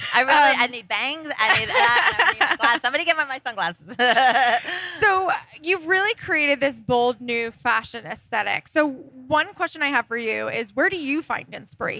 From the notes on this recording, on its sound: live from Project WOMENS Las Vegas